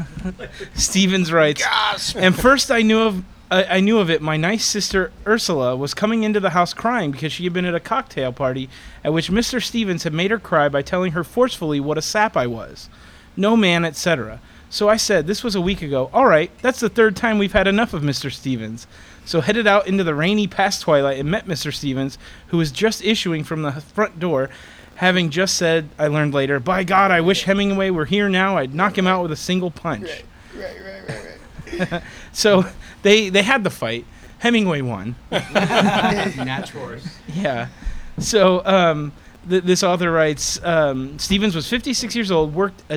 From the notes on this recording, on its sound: Our hosts had the honor of being able to record live at the Ernest Hemingway home and museum in Key West, Florida.